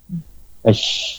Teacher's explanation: Jadi sifat tafasyi kalau menurut bahasa itu meluas, sedangkan menurut istilah tersebarnya suara shin, tersebarnya suara sin dari makhrajnya sehingga menabrak dinding dalam gigi-gigi atas dan bawah, ya. Jadi sifat sin ini menyebar, ya, dan sebarannya itu menabrak dinding dalam, gigi atas dan bawah.